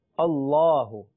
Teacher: इस पर जबर है हमजा पर, लिहाजा मोटा पढ़ेंगे।